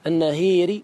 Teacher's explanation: النهار تفتح، النهير تمال. لماذا تمال الألف في النهار؟ دلالة على الكسرة، لأن بعدها كسرة · Term: الإمالة